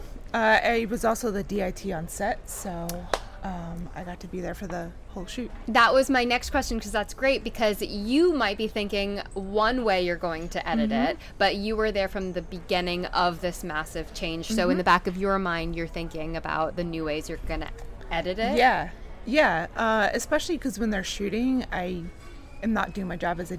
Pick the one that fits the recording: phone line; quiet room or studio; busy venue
busy venue